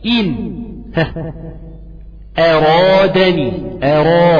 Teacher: خد بالك ان الراء بعدها مفتوحه راء مفخمه